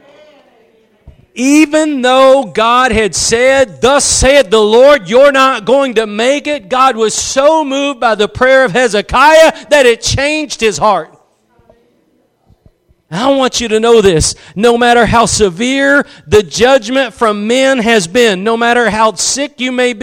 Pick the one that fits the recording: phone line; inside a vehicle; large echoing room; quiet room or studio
large echoing room